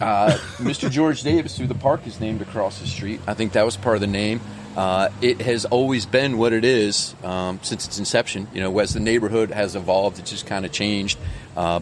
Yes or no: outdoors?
yes